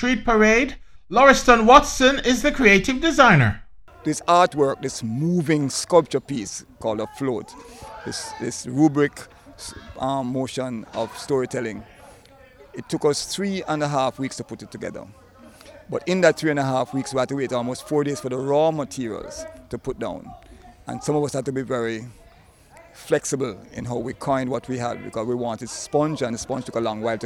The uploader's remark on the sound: we’re back stage at the Finals of the Jamaica Festival Song Competition